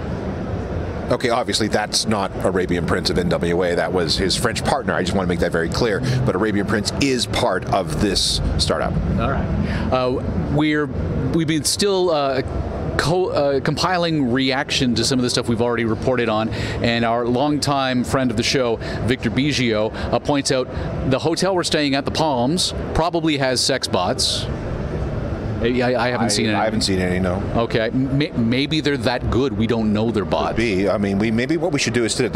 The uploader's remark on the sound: Live from CES 2020